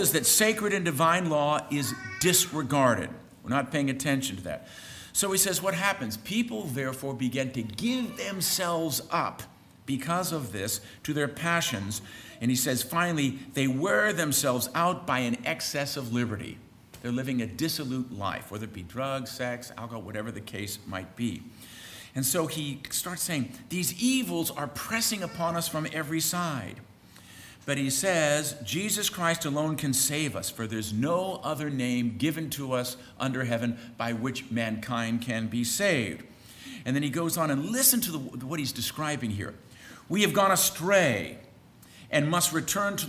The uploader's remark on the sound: On Saturday, participants were treated to a full day of talks, beginning with a lecture from College President